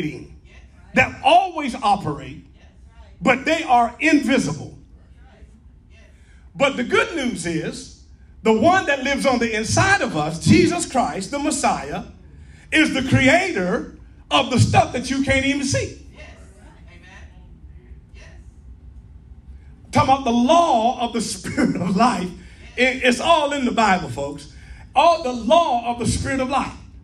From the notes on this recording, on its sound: Live in person at Lighthouse of Praise